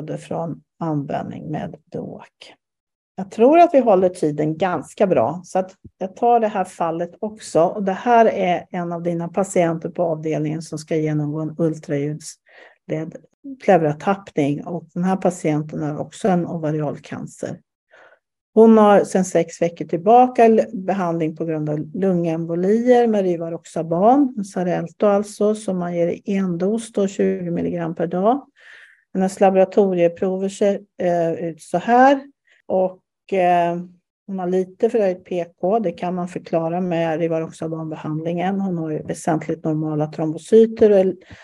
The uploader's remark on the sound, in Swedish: Ljudinspelningen från SOF:s webbinarium om akut onkologi.